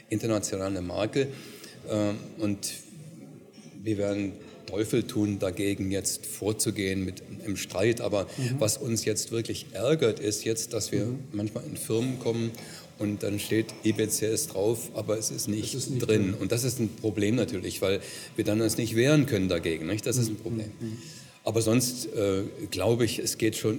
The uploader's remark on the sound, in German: Congress der Controller in München. Der Performance Manager Podcast war live vor Ort und hat auf dem größten Fachtreffen Europas mit den Who‘s Who im Controlling geredet.